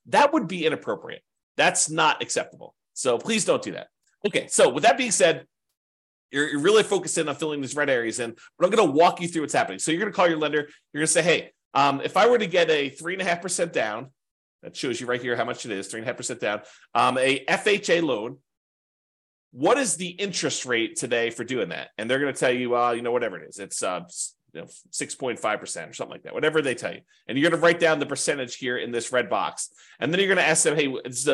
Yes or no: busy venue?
no